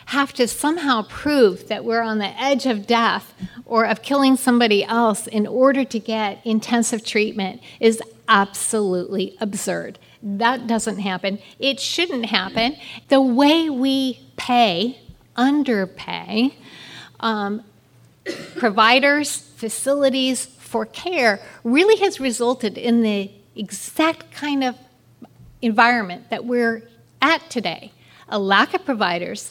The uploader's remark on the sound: This was recorded live during the Stopping the Stigma Summit to address mental health for children, youth and families.